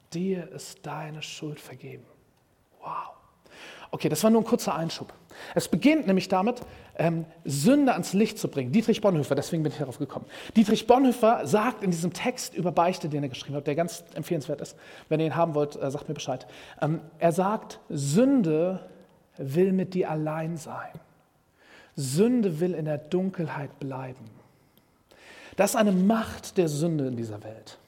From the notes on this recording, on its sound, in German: Predigt im Rahmen des GreifBar+ Gottesdienstes